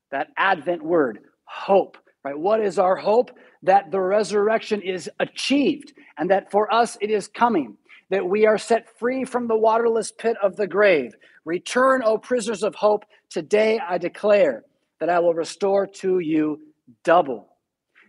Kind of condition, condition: setting, large echoing room